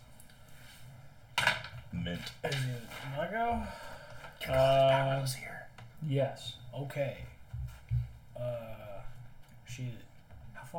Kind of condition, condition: fault, poor microphone